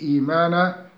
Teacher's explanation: فكسرت الهمزة الأولى وسكنت الثانية فأبدلت الثانية ياء لمناسبة حركة الأولى وهي الكسرة · Term: مد بدل